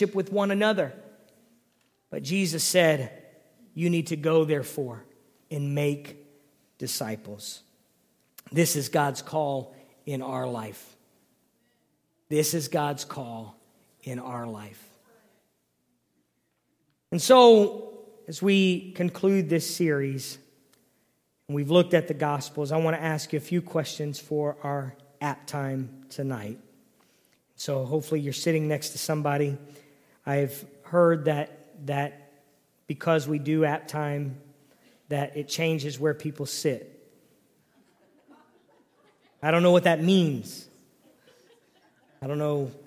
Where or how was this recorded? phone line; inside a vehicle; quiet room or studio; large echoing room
large echoing room